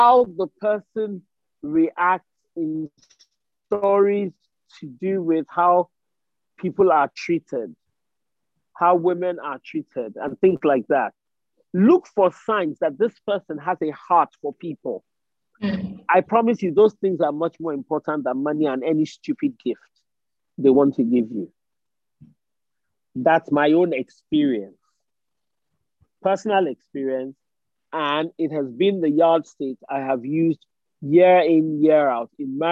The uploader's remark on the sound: We had an insightful single mums zoom event and this is the recorded audio.